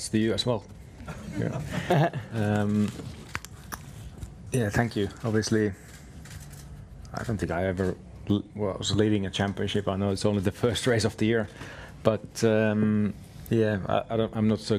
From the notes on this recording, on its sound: Australia Sunday Post-Race Press Conference